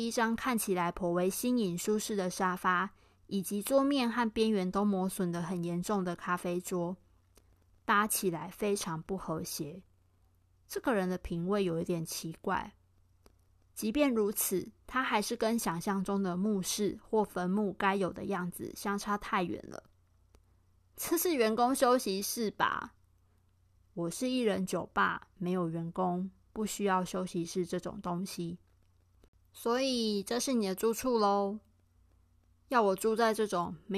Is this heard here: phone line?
no